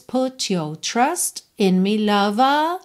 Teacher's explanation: a gente consegue ouvir um pouquinho esses T's, consoantes oclusivas